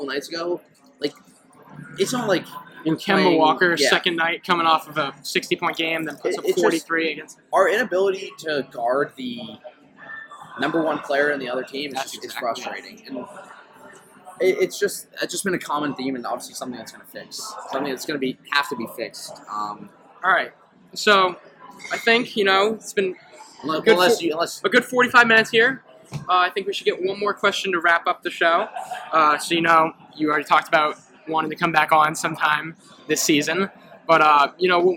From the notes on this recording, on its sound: The boys travel to The Palm Restaurant in Boston